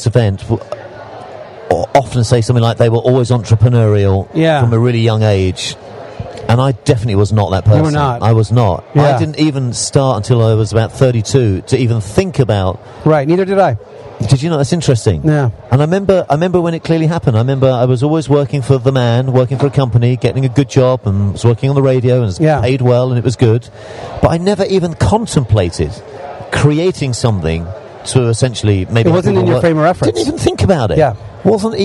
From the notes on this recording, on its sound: live from Traffic and Conversion in San Diego